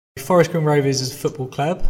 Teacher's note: The z sound at the end of Rovers is just slightly repeated. You can hardly hear is a at all. · Term: contracted speech